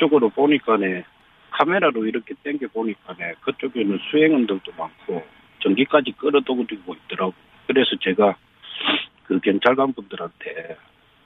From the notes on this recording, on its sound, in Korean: 전화연결